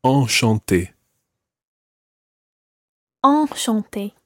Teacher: Enchanté is a slightly different nasal sound, and your mouth needs to be wider for that.